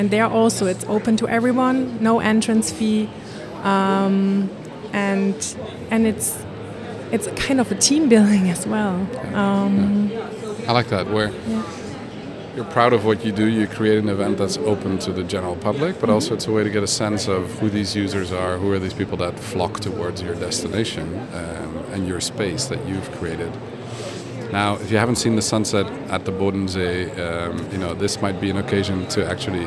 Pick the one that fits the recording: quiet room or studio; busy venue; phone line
busy venue